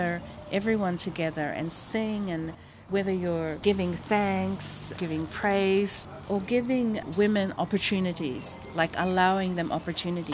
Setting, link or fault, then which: setting, outdoors